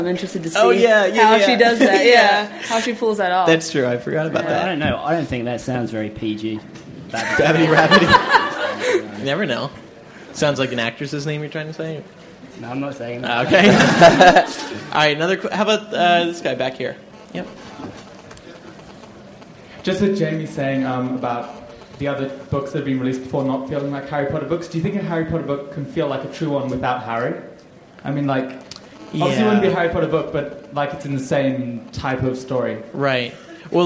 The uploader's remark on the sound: LIVE From London. MuggleCast is LIVE in London for Waterstone’s Beedle the Bard release party!